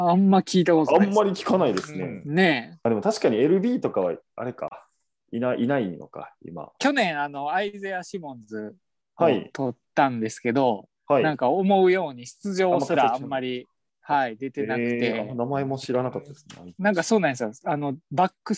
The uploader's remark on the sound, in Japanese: 今回は感染症対策でzoomにて実施しました